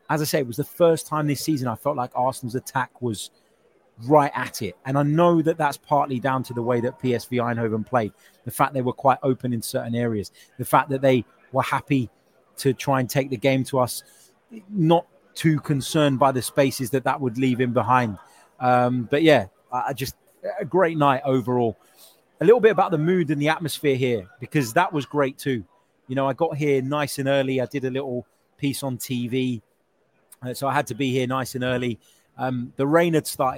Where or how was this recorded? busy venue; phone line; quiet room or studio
busy venue